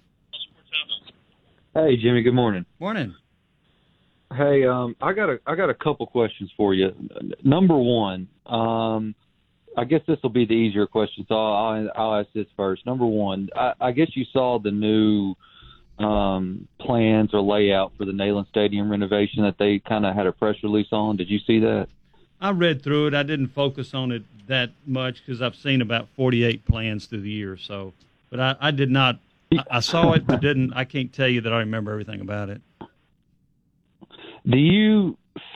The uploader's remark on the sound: taking your phone calls